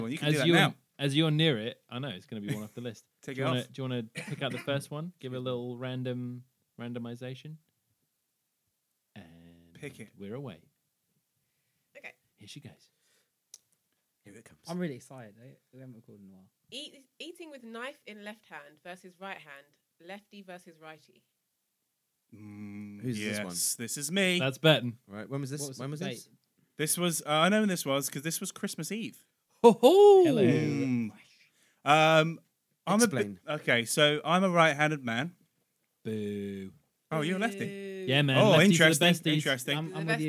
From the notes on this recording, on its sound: Audio Note: We've been trying a few new mastering techniques so apologies if this one is a little quieter than usual!